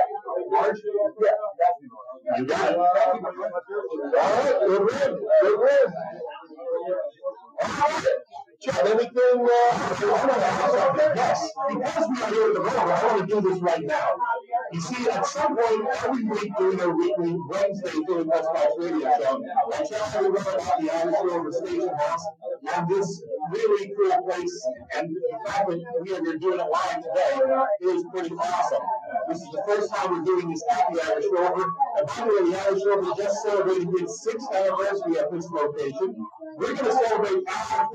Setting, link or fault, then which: fault, poor sound quality